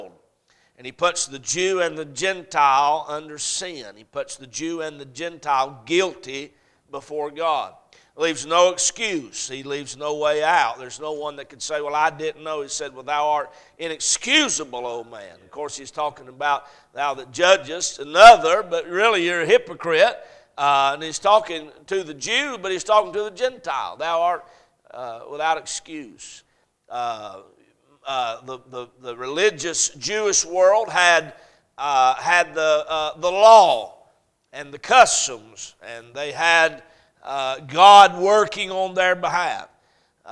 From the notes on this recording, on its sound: A message preached at Crossroads Baptist Church